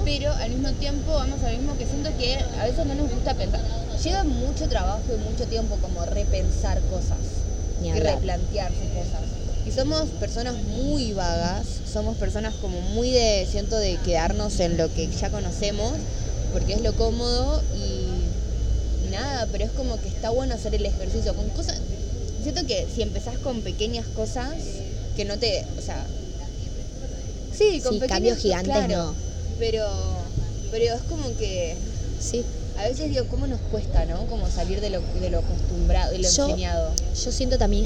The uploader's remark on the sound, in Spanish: Perdón por el ruido infumable de fondo